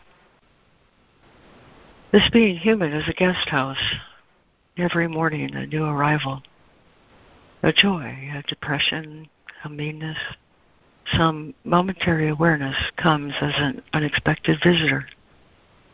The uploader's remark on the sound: ACIM Daily Conference Call.